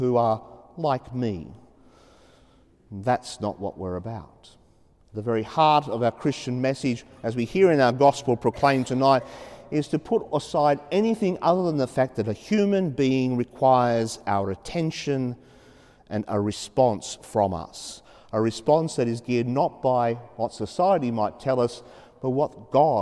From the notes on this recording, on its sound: As preached during the 5.30pm Saturday evening Mass in Sacred Heart Cathedral, Hamilton.